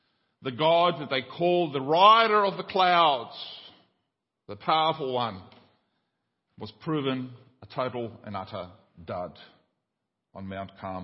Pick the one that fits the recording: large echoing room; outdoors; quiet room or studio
large echoing room